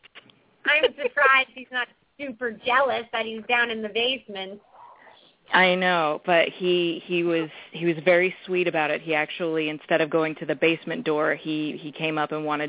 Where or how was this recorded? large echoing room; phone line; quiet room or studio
phone line